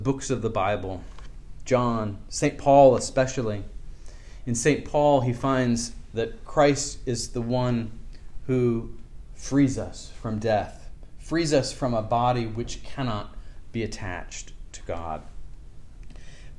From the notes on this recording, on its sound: This lecture was given on October 16th, 2023, at The College of William and Mary.